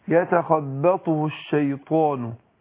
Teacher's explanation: قلنا الطاء هنا مفخمه بعدها الف، يبقى انا بفخم الالف